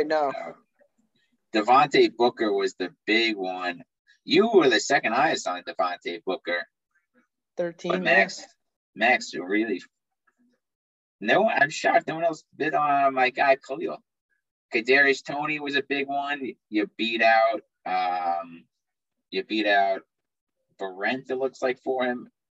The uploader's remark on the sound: Warning: Technical Difficulties